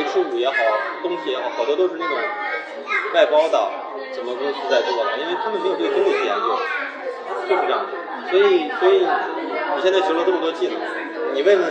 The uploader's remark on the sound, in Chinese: 因为也是在星巴克录制的，回过头我听了几次，总觉得环境也是有些许的吵杂。环境略有吵杂。